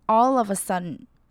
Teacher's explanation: sudden 呢，它的尾音我们的 d 不会念得这么明显